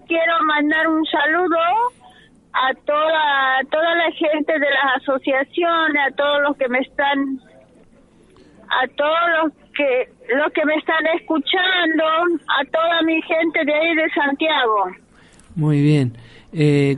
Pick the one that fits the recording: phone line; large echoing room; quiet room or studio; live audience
phone line